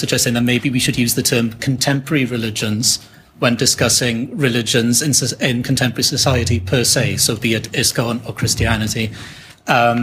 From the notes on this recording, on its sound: This podcast is a roundtable discussion at the ISKCON 50 conference at Bath Spa University, 2016.